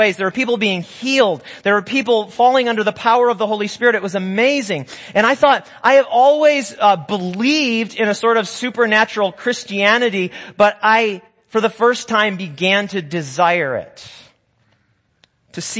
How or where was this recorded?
large echoing room